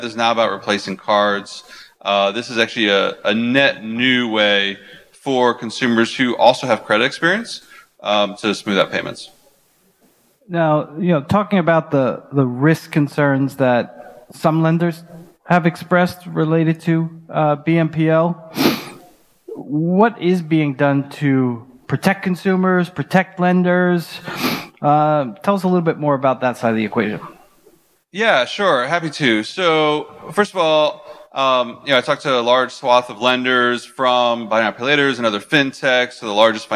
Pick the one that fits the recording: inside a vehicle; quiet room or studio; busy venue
busy venue